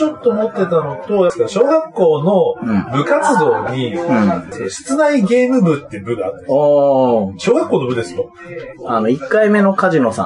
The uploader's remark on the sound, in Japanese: 居酒屋収録なので聞き取りずらいかもしれませんがご了承ください。